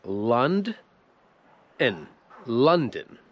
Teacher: I żeby to brzmiało bardziej naturalne, to mówimy London. To jest prawie jakby w ogóle nie było litery między D i N. · Term: dźwięk schwa